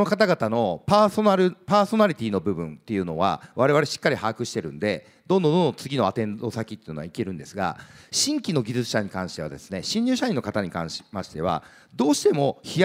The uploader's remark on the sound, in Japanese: 東京・三田の建築会館ホールで行われた「ラジオNIKKEI 相場の福の神 注目企業ＩＲセミナー」。